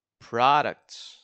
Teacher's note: the first syllable is stressed, and therefore the P-R-O sounds like pro. And in the second word, the first syllable is reduced, and the P-R-O sounds like pr.